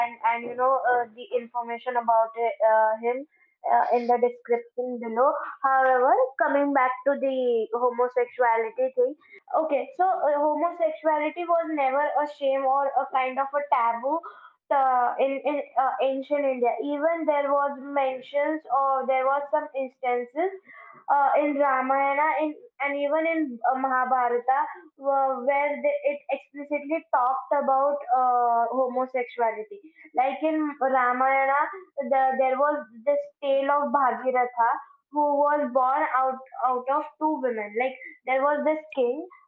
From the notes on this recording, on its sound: As the two friends (down with viral fever) party together, virtually, on a phone call and then talk about sex and record their conversation!